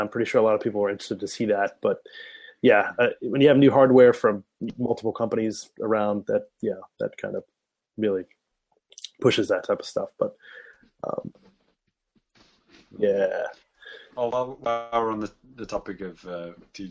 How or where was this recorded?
video call